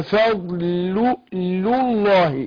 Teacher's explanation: فانا عايز ارقق لام فضل وفخم لام الله